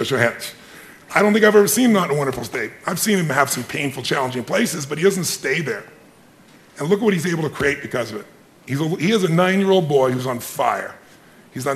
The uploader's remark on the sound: Special Podcast, Live From The Genius Network